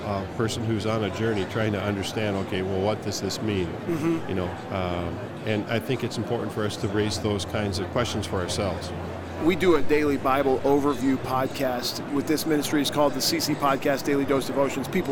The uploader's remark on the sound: LIVE from NRB 2022!